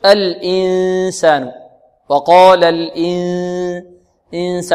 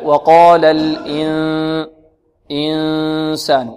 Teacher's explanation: الخارج من الخيشوم في حالة الإخفاء 3/4 الصوت، ما يقارب 75%، والخارج من الفم الربع · Shown in: second take · ما يقرب من 25%.